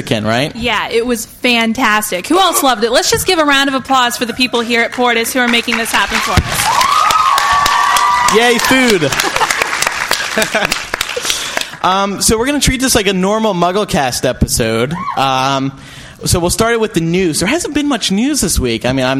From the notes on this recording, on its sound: Live From Portus! MuggleCast is live from Dallas, Texas this week! Questions from the audience.